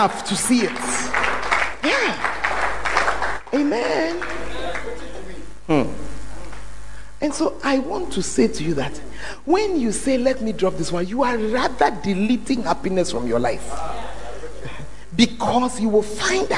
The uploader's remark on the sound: Preached at the Tuesday Service